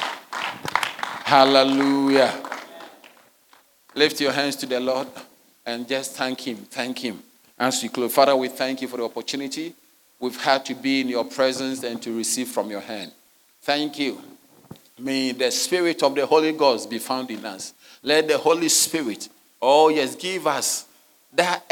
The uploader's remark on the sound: Sermon delivered on Sunday, February 11, 2024, at Serious Christian Church in Cape Town, South Africa.